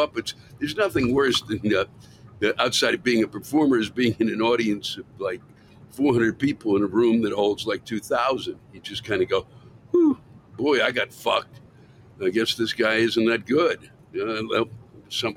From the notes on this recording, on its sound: Recorded live somewhere on an interstate near the Colorado/Kansas border